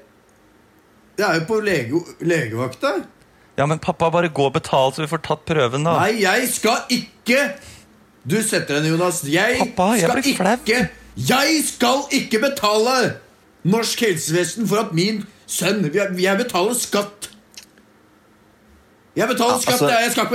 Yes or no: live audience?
no